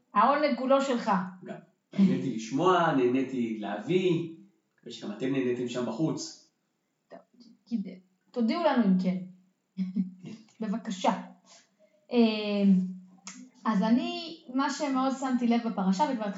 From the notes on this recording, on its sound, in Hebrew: ההקלטה באיכות פחות טובה מבדרך כלל